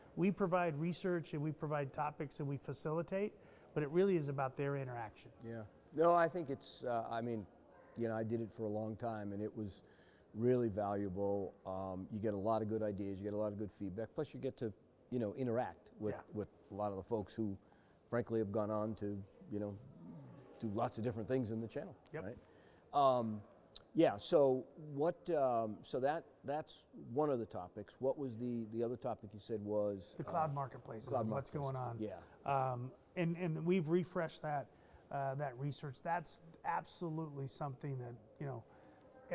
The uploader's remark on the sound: Live From XChange